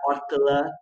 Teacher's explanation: desnasaliza a vogal que era para ser nasal